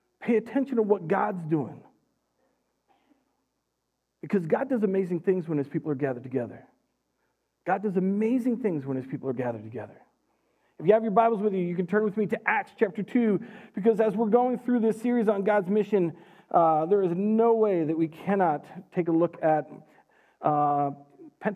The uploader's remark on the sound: Recorded live at Word of Life Church in Le Sueur, Minnesota on May 30, 2021